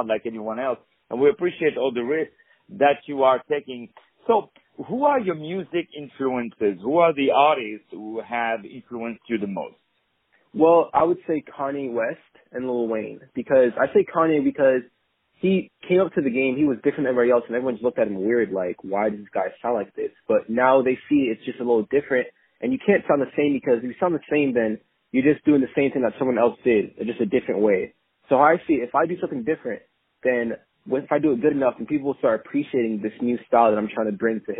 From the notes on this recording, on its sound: On the phone